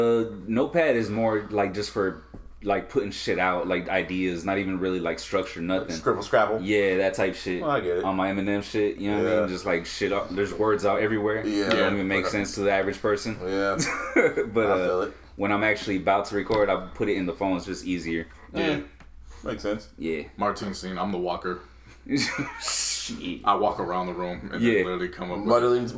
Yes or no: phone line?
no